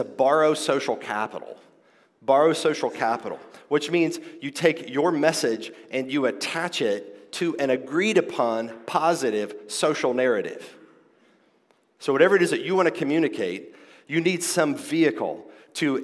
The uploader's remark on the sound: This is my conference talk from the 2023 King’s Domain Conference: Clear Speech for a Confused Age .